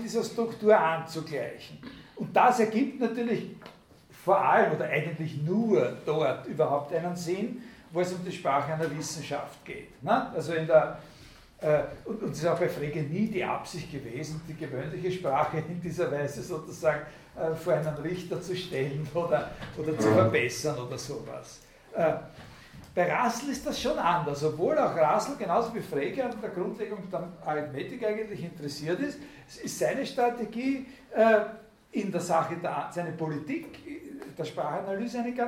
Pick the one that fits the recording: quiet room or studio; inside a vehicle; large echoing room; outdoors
large echoing room